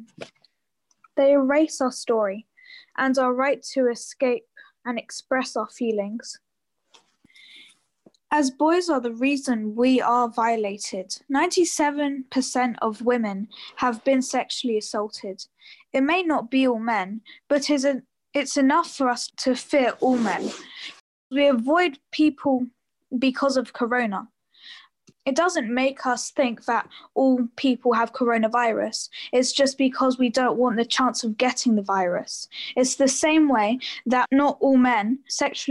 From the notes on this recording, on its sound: 'The Realist’ is a project conceived to explore bridging the distance between us during lockdown through audio. During our sessions (held via Zoom).